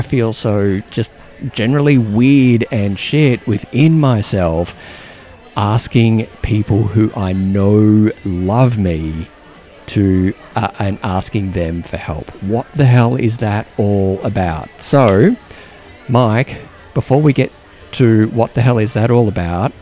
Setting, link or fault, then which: setting, busy venue